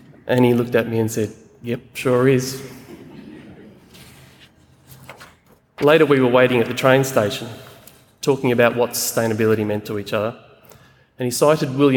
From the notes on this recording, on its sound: It was recorded with a full house of over 400 people in the main theatre at Federation Square in Melbourne